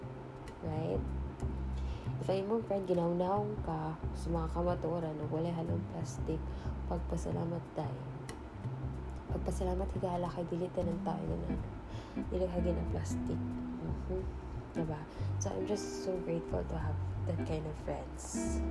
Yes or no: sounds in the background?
yes